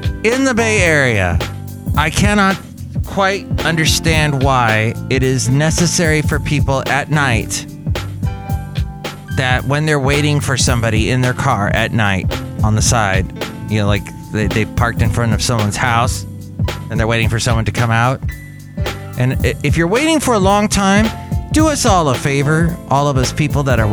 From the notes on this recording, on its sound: Podcasts live from Cafe Anyway.